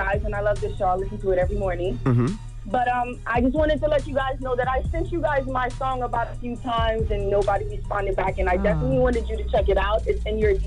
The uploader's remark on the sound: we opened up the phone lines to see what our listeners had to say about it